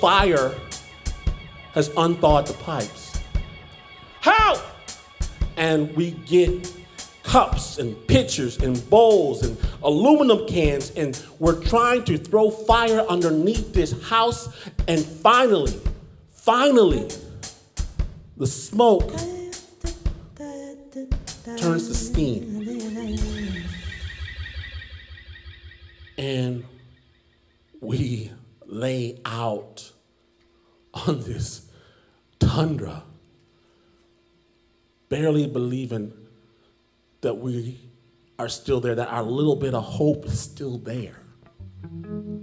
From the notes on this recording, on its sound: Performed live in Portland at Revolution Hall.